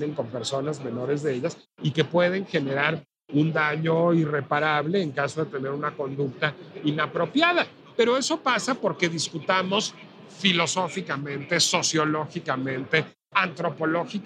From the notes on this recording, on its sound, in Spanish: La Pinche Complejidad se trasladó a la Feria Internacional del Libro de Guadalajara, y desde ahí transmitimos completamente en vivo.